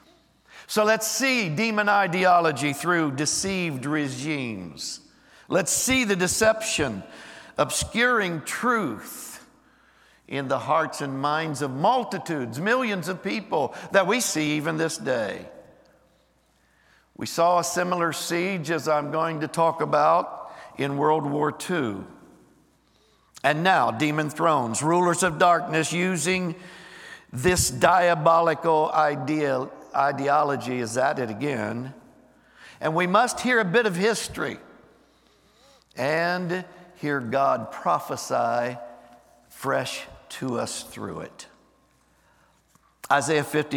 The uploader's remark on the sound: Recorded live on 11/12/23.